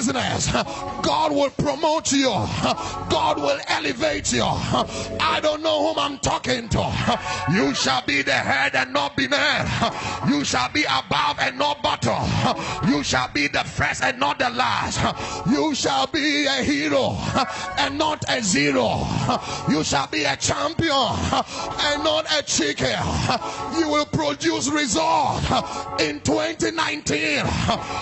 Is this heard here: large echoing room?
yes